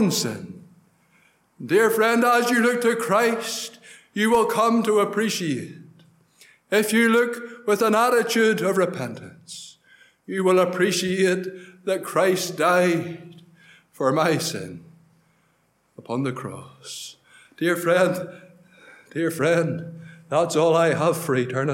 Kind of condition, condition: setting, large echoing room